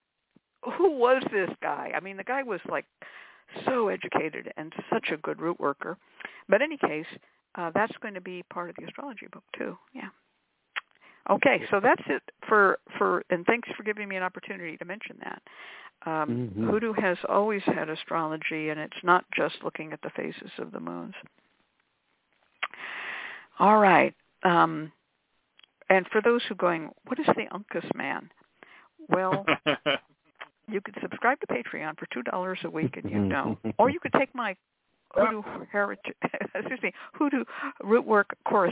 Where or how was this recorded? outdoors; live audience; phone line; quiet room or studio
phone line